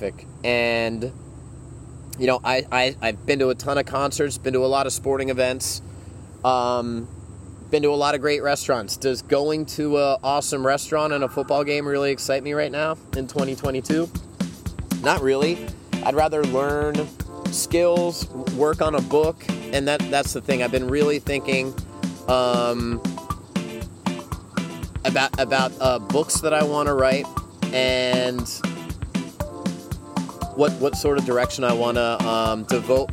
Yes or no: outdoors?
yes